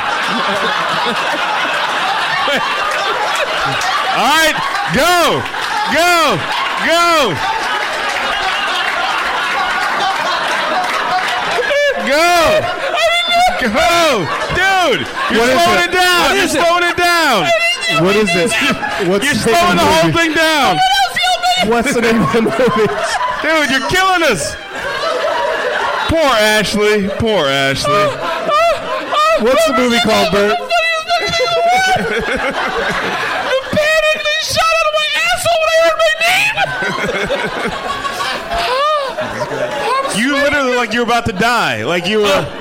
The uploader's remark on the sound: Live from the Helium Comedy Club in Philadelphia